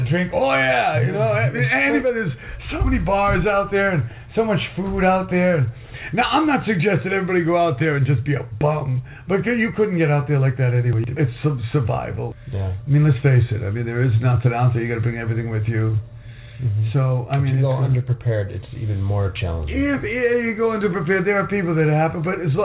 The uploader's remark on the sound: our lively "Firefly Willows Roundtable" goes on location at Burning Man Decompression